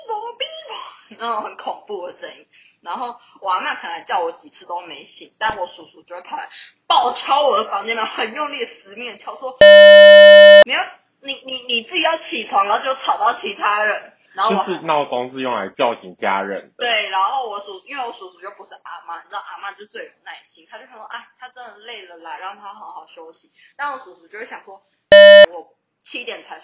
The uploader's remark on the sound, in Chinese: 第一次的試錄，有一些音質上的瑕疵煩請見諒～。